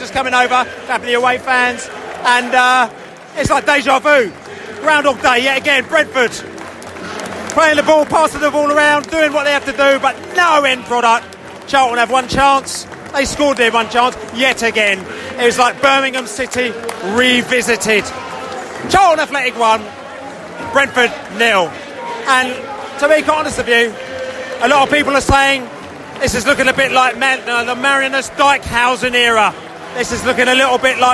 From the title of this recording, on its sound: post-match podcast from the pub